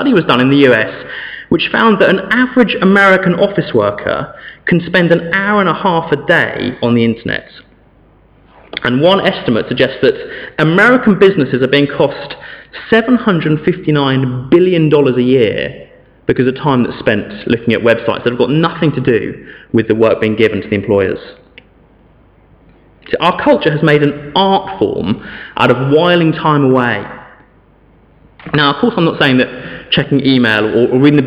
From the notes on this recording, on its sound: Sermon from St David's Church, Morton-in-Marsh, Evening Service